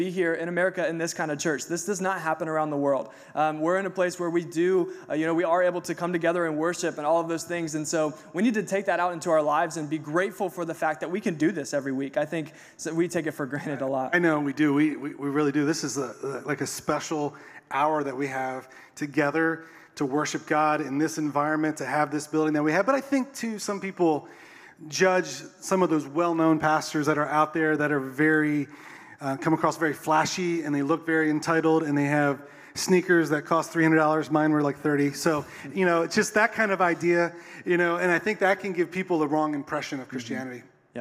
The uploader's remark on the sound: Recorded a Podcast Live On Stage. Recorded last Sunday on stage.